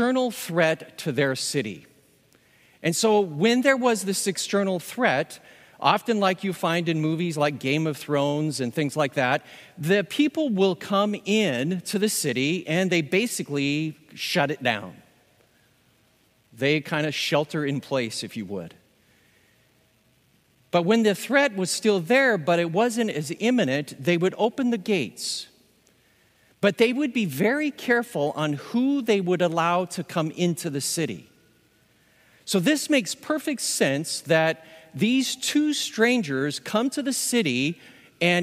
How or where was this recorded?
large echoing room